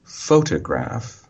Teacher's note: pho is the stressed syllable, and it takes up a lot of the time. T takes up almost no time, and in fact, we've changed the shape of the mouth to make it more relaxed.